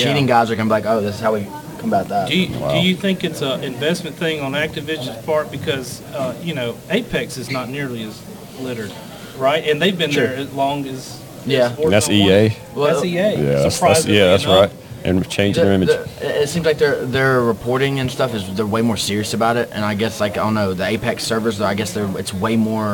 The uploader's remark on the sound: LIVE* MS Comic Con 23